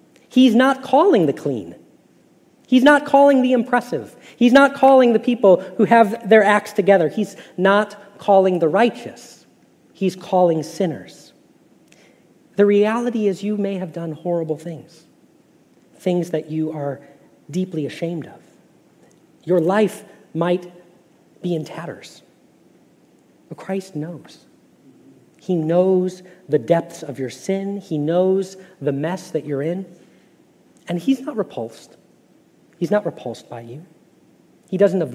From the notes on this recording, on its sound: Message Preached at Valley Creek Church